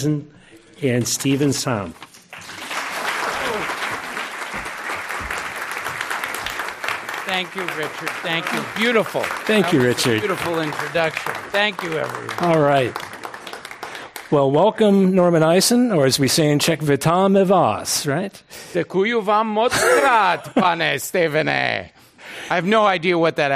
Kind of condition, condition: setting, live audience